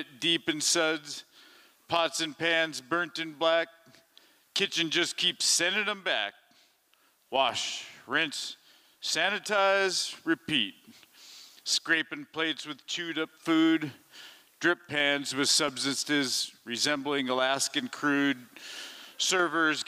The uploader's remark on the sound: Liberty Theatre-Saturday Night-Fourth Set. This recording was made on Saturday, February 25th, 2023, at the Liberty Theatre in Astoria, OR as part of the FisherPoetry Archive Project.